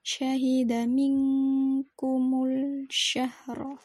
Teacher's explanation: ronya itu bersifat tafkhim harus dibaca tebal karena ronya adalah ro fathah